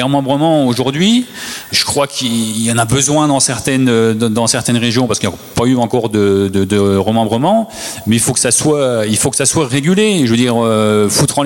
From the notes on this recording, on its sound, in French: Conférence organisée par l'Association "Les arbres pour la vie" sur le thème de l'agroforesterie.